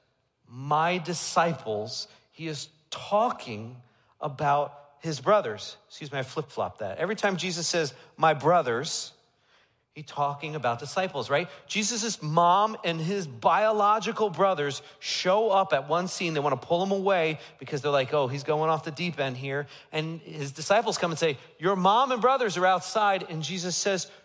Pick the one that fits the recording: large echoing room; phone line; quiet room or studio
large echoing room